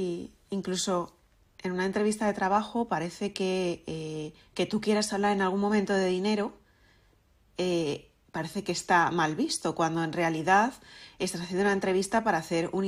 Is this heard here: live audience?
no